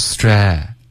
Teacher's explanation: Straight,嘴巴张开，不要带那么多的鼻音